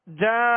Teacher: ذکرینی سطر نمبر چار جانن اب اس میں جو ہے جانن جیم کو نون سے ملانا ہے مگر مد کر کے ملانا ہے یہاں بیچ میں حمزہ نہ آئے جیسے جانن نہیں پڑھیں گے جانن اب جیم کے ساتھ جو · Term: مد لازم